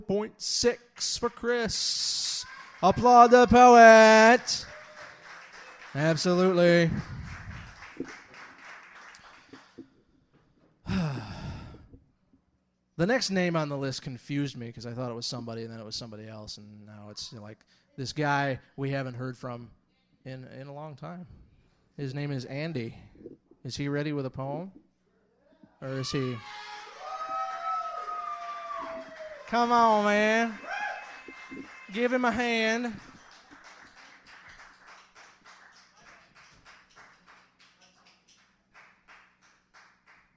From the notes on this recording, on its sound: this slam recording from May of 2001